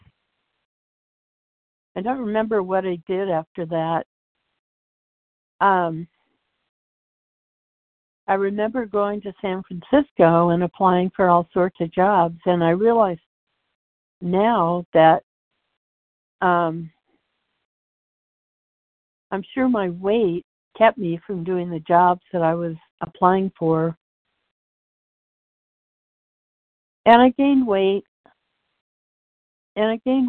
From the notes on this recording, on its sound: 100 Pounders Phone Meeting